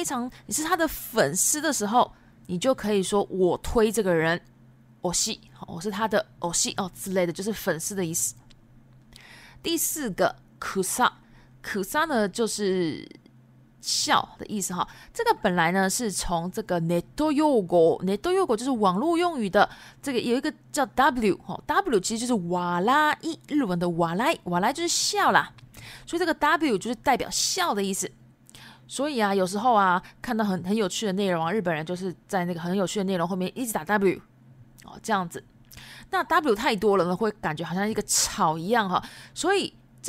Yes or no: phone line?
no